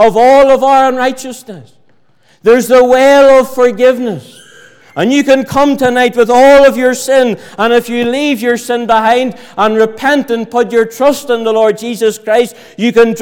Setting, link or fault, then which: setting, large echoing room